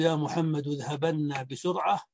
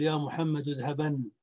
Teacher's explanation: وتنطق في الوصل نونا مشددة، وعند الوقف تنطق نونا ساكنة، لأن الوقف إنما يكون بالسكون، فيقال: يا محمد اذهبن بسرعة، وعند الوقف نقول يا محمد اذهبا، فنقف بالنون الساكنة. · Term: نون التوكيد الثقيلة